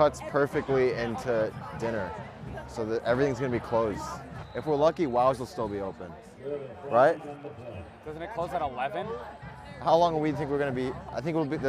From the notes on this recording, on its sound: highlights from mic'ed up members of the UNH Marching Band during our 2023-24 Road show